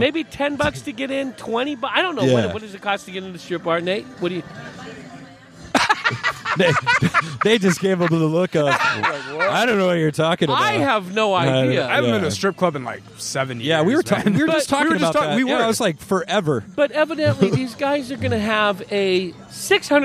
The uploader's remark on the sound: Recorded on the rooftop. From Rock Bar, Scottsdale AZ.